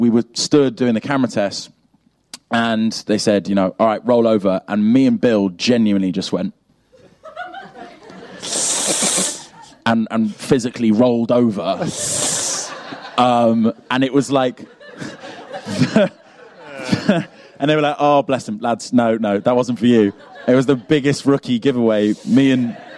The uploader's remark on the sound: This week is a live special recorded at the BFI! The excellent day-long podcast festival ‘Podstock’ at the BFI, with a stellar line up of live shows and goodness from start to end. This is basically the entire show, with a few small edits for audio (as, obviously, you can’t see the stage on this podcast - so some things wouldn’t have made a lot of sense without the visuals!).